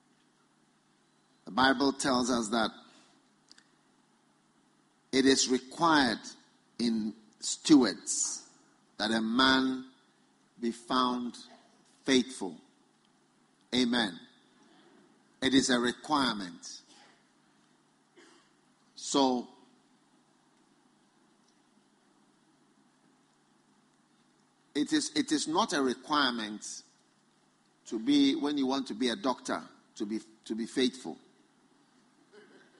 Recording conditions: live audience